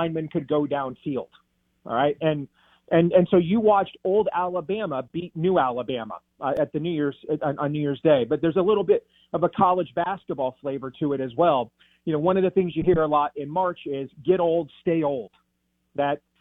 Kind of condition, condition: link, phone line